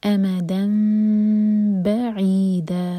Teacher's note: میم کو ہولڈ کریں گے لیکن ہوٹوں کو ٹائٹ بند نہیں کریں گے اور دو سیکنڈس کا ٹائم دیں گے · Term: اقلاب